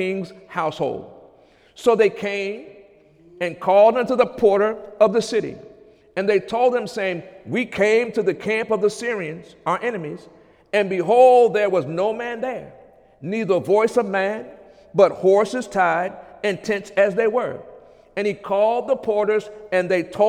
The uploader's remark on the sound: During Sunday morning service on March 5, 2017.